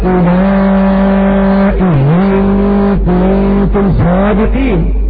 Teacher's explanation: إبدال الهمزة الثانية ياء الخالصة كما ذكرت وله في حال الإبدال حرف مد وجهان المد على